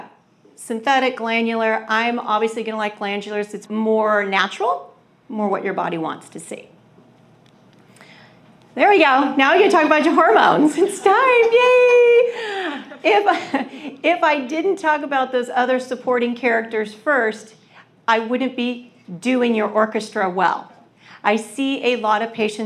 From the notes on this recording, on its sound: a recording of a live presentation I did here in the Phoenix area